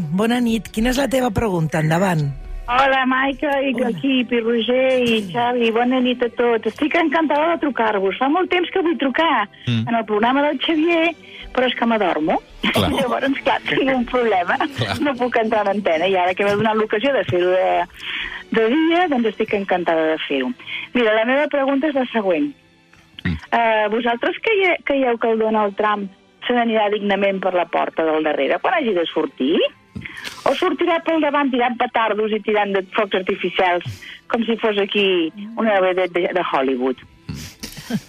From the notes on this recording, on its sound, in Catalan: Obrim telèfons per comprovar-ho en directe.